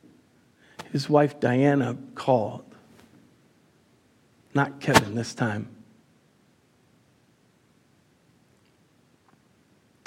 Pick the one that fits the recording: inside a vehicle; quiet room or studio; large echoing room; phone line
large echoing room